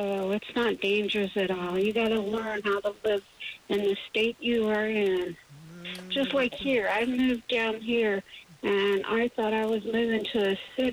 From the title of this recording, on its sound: A Woman Called